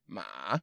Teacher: Third tone is like a trough. You go down and then up.